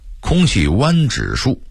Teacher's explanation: 因为他的语速忒快，把污染变成弯或晚了 · Term: 吞字或变音